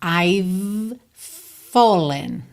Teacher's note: A diferença é que o V é vocalizado. E o F não é vocalizado, só sai ar.